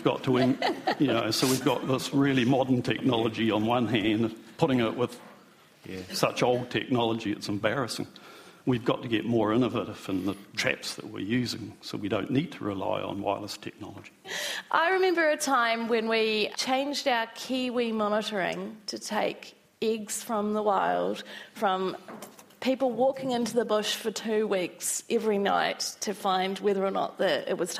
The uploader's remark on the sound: A panel discussion. With five experts in pest biology and large scale eradication porjects.